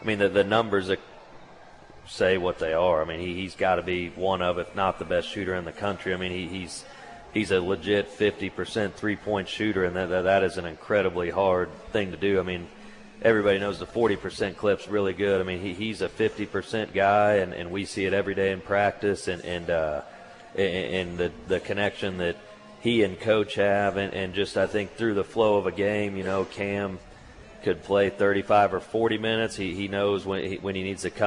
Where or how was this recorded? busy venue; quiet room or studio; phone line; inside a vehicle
busy venue